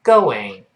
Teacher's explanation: 如果哦碰到 in，中间要人为的加上一个辅音 w，就是像 w 一样这个双唇碰撞的 w